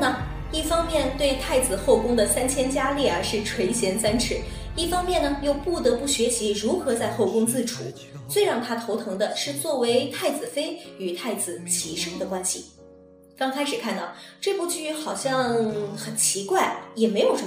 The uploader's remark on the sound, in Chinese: 这期节目是我忙里偷闲临时在洗手间录制的，所以听上去有可能怪怪的，也许会更有味道噢！